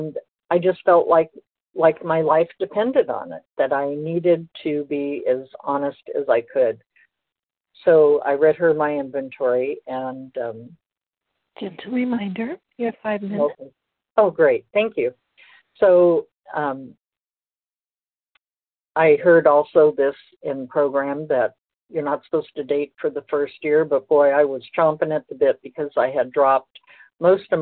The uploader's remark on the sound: 100 Pounders Phone Meeting, 5/15/23